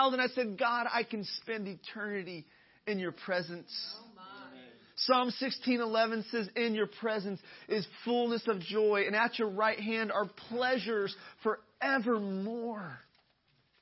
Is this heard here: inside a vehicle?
no